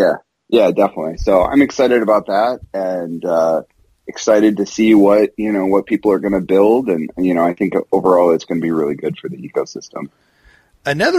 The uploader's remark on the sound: I caught up by phone. From WWDC.